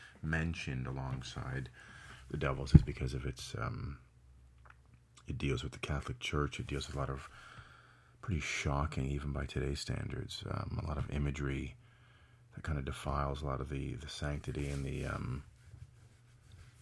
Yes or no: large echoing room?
no